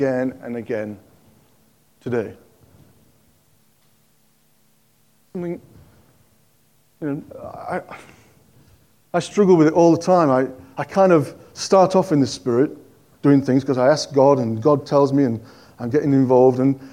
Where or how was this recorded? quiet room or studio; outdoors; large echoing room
large echoing room